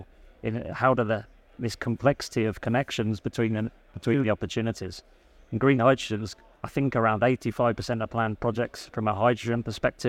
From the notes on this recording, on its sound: Recorded live at ADIPEC 2023